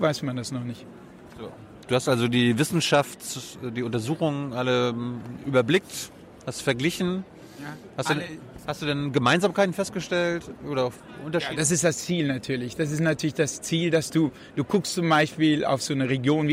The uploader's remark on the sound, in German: auf der re:publica in Berlin aufgezeichnet.